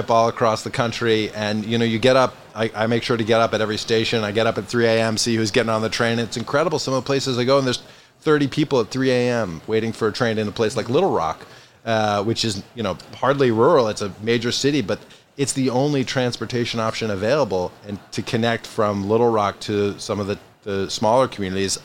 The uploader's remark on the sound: Recorded live at APTA EXPO 2023 in Orlando, Florida. Recorded on the trade show floor at APTA’s EXPO 2023 in Orlando, Florida.